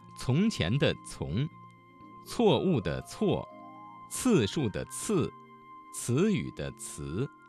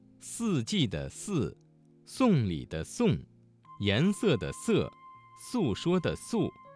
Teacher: 滋和呲要有爆破感，丝要有摩擦感